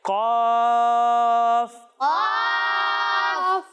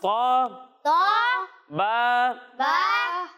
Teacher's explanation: قاف جیم اور دال کو تین الف تک کھینچنا ہے اور تا اور با کو ایک الف تک کھینچنا ہے